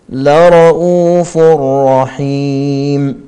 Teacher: تنوين بعده راء، إضغام كامل بلا غنة.